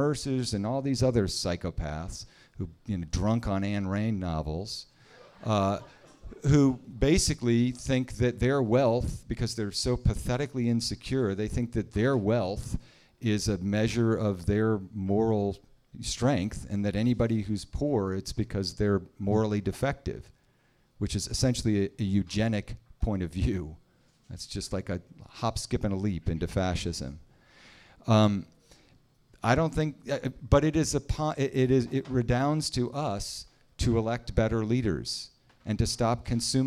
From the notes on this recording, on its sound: The audience at The Fireside Room at Hotel Sorrento. Hugo House hosted the event.